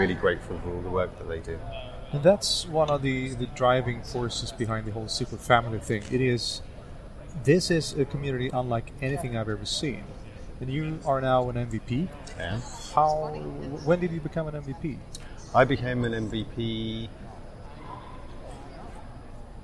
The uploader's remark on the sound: The third special episode was recorded at PASS Summit in Seattle and is comprised of two interviews.